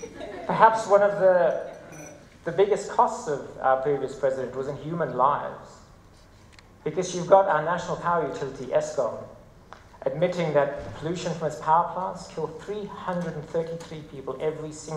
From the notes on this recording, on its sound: TEDxJohannesburgSalon. This talk was given at a TEDx event using the TED conference format but independently organized by a local community.